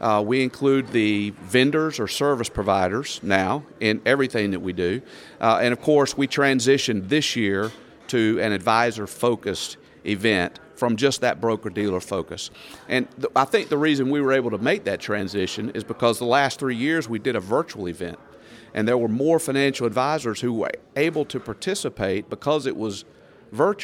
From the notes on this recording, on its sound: Live From Blue Vault Bowman Alts Summit 2023. For a live interview from the floor of the event.